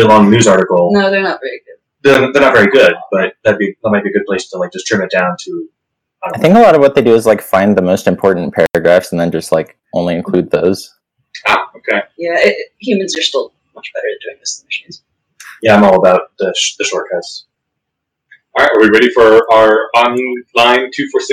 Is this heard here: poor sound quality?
yes